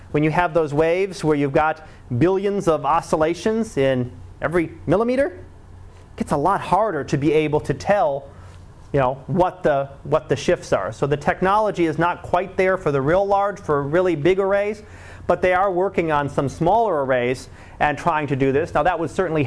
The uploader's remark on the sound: Live Class Lecture.